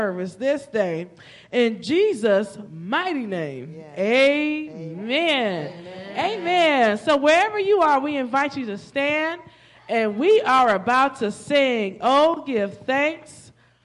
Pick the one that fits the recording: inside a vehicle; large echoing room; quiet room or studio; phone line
large echoing room